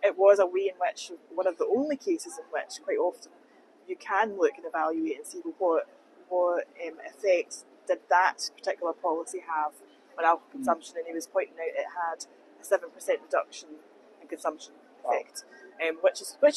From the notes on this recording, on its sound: we spoke to a number of the attendees at the 7th Global Alcohol Policy Conference in Cape Town